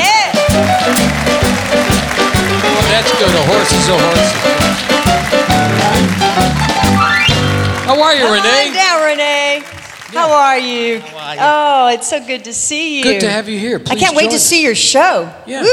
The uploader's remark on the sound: Live at the SouthPoint Casino